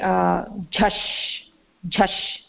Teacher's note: महाप्राणझकारः, अनन्तरं मूर्धन्यषकारः, कृष्णषकारः